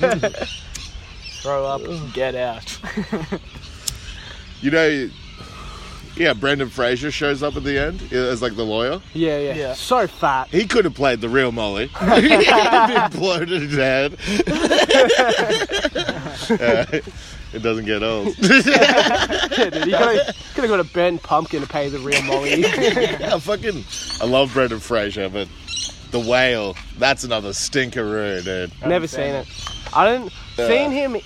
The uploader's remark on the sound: disregard the outdoor audio